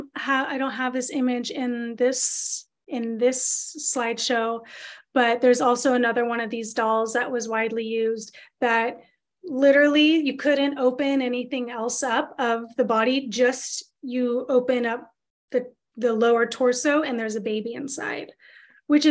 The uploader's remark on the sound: This is the audio of a webinar that was taught in Sept 2022.